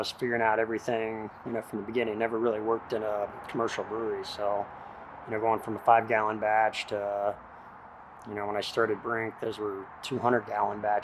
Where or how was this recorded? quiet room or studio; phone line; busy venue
busy venue